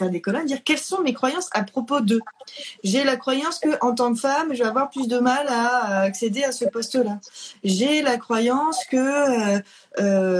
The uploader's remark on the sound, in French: Lors du premier live Instagram